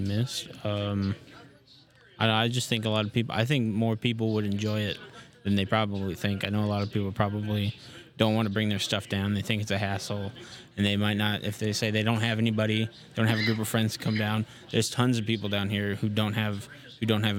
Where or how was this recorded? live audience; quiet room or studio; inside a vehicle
live audience